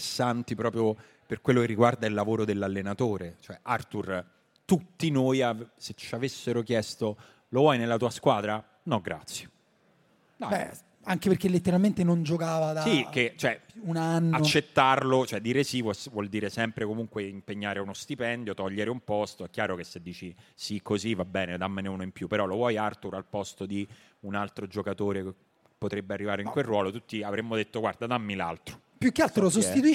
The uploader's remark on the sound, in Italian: La nostra puntata registrata da Apple Piazza Liberty, Milano.